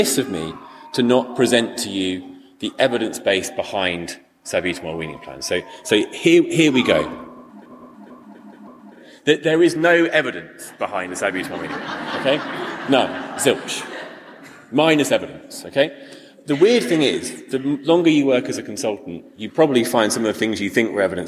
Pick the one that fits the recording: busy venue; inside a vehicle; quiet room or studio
busy venue